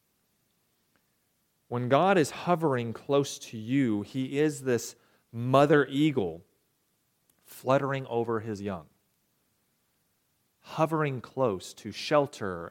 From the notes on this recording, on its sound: recorded January 28, 2023, at the Ringgold Seventh-day Adventist Church